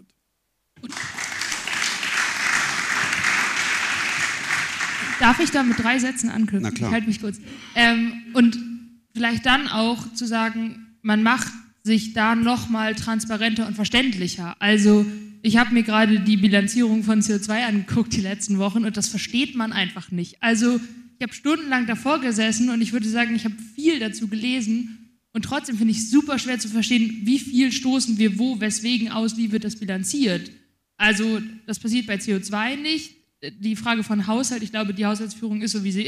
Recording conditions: live audience